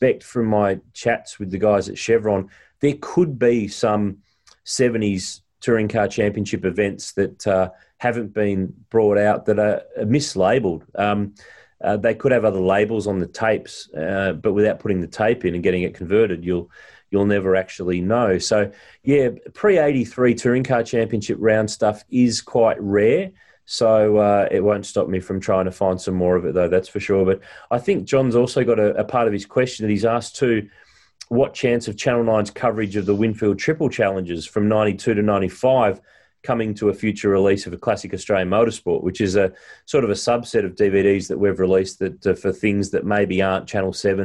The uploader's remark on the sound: recorded over Zoom